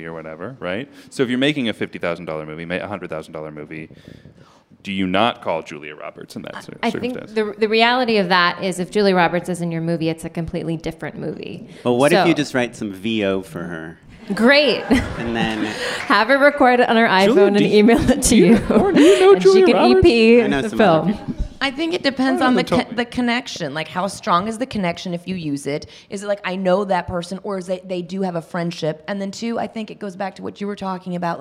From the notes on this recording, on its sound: We're back with another live panel event.